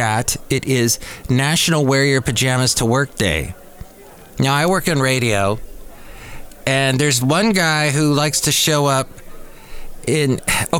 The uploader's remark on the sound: podcasts live from Café Anyway